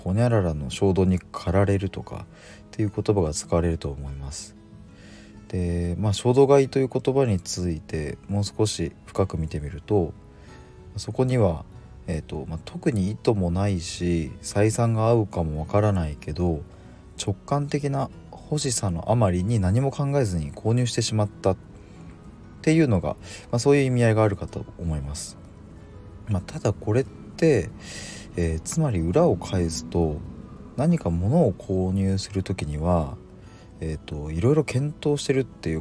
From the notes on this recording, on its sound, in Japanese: 今日は外からの放送なので若干雑音が入りすみません。Stand.fm。